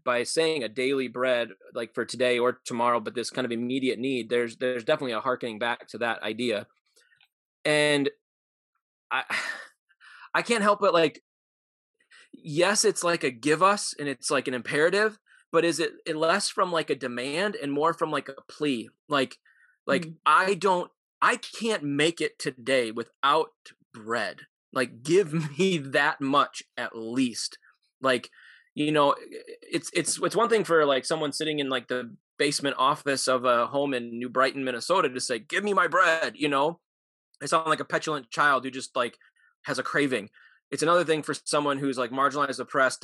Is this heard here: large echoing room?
no